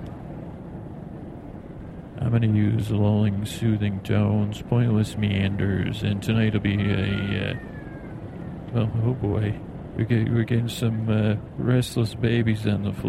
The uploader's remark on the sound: On a Plane | On Location.